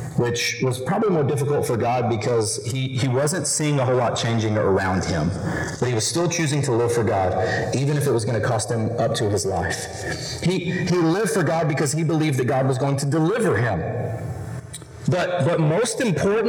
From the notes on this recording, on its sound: We apologize for the distorted audio, and it will be fixed in the coming weeks.